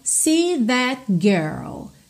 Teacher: Atenção como você não ouve o T final do that